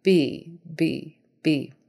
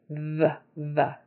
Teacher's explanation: And make sure that if you're saying the V sound, or you're trying to say the V sound, that it comes out as V and not maybe B, B, B, with two lips together and air coming out more forcefully